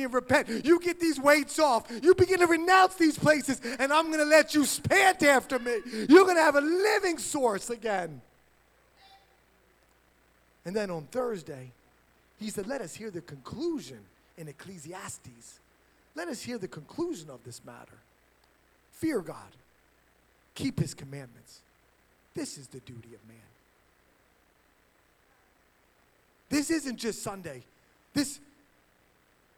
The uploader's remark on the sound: HighStreet Worship Center is a church in Burlington, New Jersey